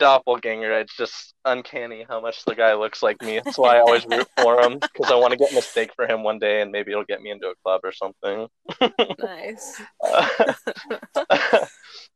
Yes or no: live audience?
no